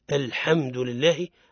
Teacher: ويقع الخطأ في الحاء من أوجه جنوح الفتحة نحو الكسرة، الحمد لله أو المبالغة في تفخيمه، قل الحمد هذا خطأ.